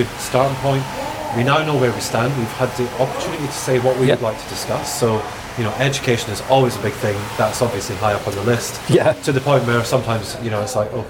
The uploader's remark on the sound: It was recorded in a pub yard next to a building site, we sat in the cold crisp shade under blue skies and chatted. It was rather pleasant, but noisy!